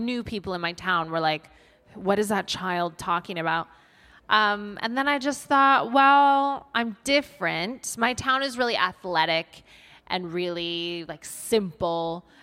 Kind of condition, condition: setting, live audience